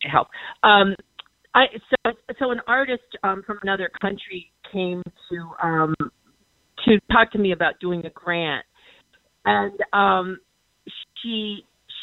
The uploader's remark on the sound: Listeners call in to share their experiences with AI at work.